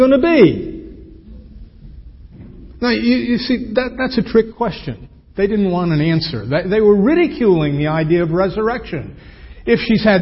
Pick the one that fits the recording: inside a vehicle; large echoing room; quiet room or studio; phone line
large echoing room